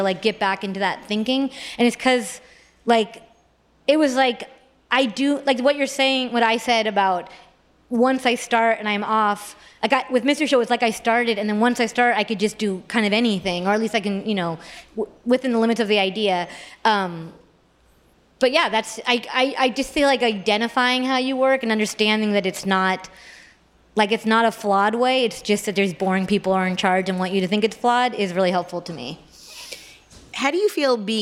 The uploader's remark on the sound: joins LIVE at the 2022 On Air Fest